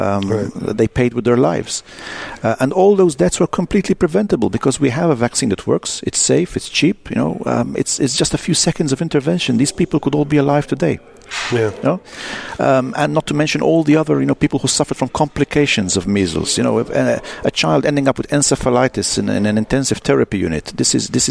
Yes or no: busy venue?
yes